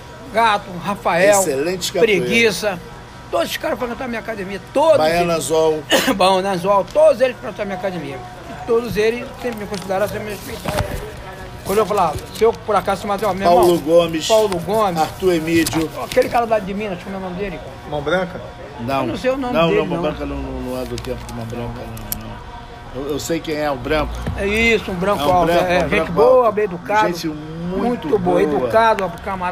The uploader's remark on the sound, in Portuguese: Gravação feita em um botequim no subúrbio do Rj.